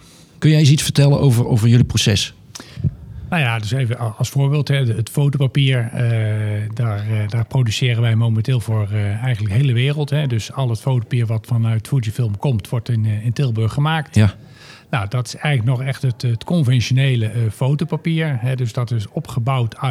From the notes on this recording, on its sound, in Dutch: We zitten op dit moment in een ingerichte studio op de open dag van de School voor Procestechniek op het ROC TILBURG. We hebben op de open dag verschillende afleveringen opgenomen.